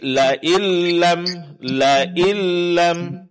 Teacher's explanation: Kemudian, tajdid pada lam. Nun mati bertemu dengan lam, diidghamkan secara sempurna, dimasukkan secara sempurna kepada lam. Sehingga yang dibaca itu lam, bertajdid.